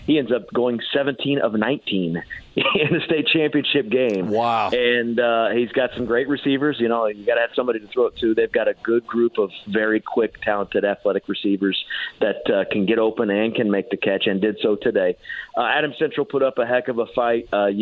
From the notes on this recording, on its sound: calls